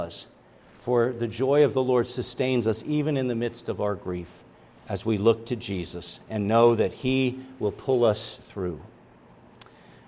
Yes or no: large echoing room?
yes